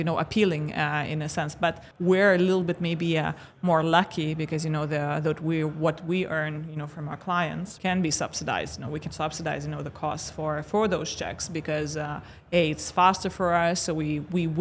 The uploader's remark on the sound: RegTalks LIVE at Money 20/20 Europe